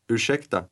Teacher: Note how the speaker's voice rises a little at the end of that word.